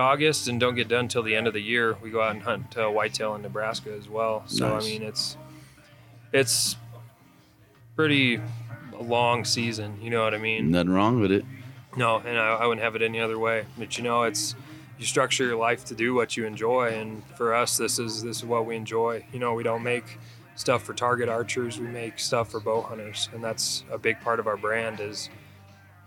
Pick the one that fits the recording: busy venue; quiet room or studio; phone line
busy venue